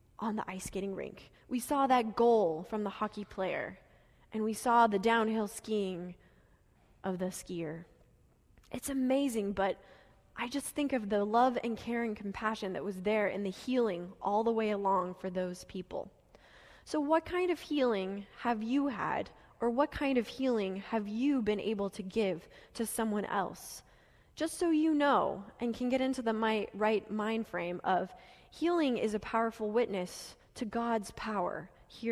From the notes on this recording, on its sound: Delivered during the Gathering worship service.